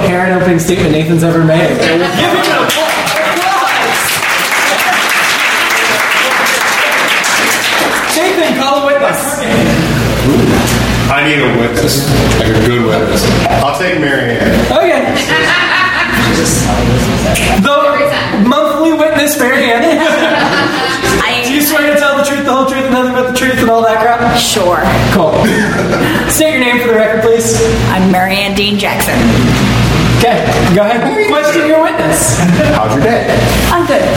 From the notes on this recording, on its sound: Originally Recorded Live at Packrat Comics